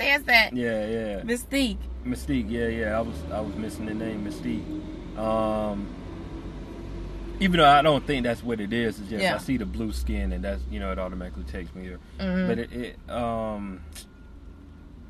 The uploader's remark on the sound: Sitting In A Hot Car In The Middle Of Summer. Instead we took the show on the road literally; recording from the comfort of my car.